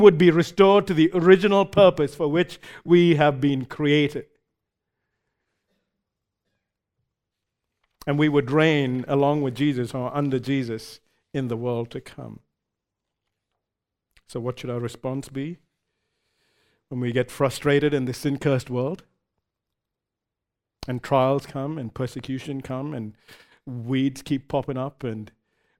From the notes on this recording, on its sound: recorded live at Grace Community Bible Church